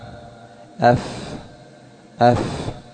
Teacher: بطن الشفة السفلى مع أطراف الثنايا العليا، ويخرج منه الفاء، يخرج منه الفاء أف أف، بطن الشفة السفلى مع أطراف الثنايا العليا، هذه الشفة السفلى وبطنها مكان أقرب إلى الجزء غير المرئي من الشفة أف مع أطراف الثنايا العليا.